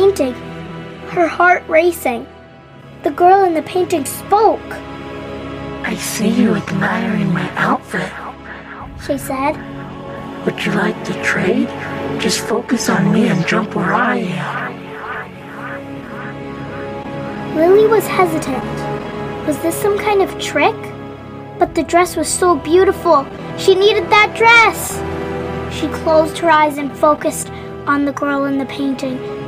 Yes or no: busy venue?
no